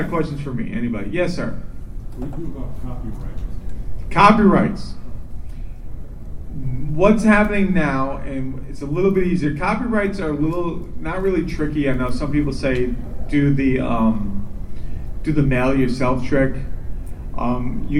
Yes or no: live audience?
yes